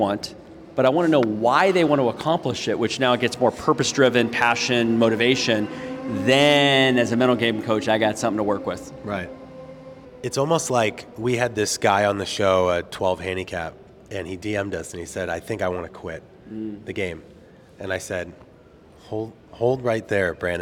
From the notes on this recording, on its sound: LIVE from the PGA Show.